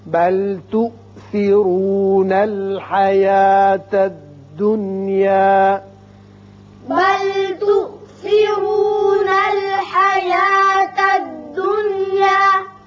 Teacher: یہ حمزہ جھٹکے سے پڑھا جائے گا، تؤثرو اور را پر ہوگا